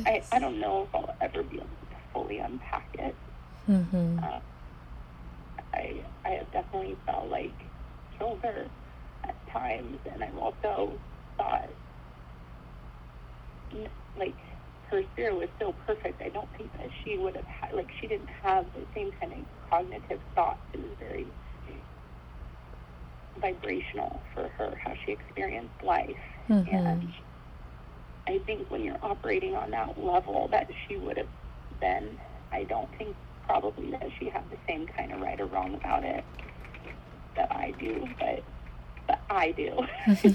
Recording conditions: phone line